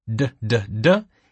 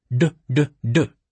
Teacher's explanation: he's using the underside of his tongue · Shown in: second take · d, d, d. The tip of his tongue is curled back toward the roof of his mouth.